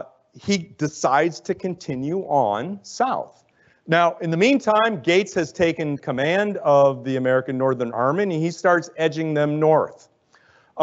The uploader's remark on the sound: Lecture at the USAHEC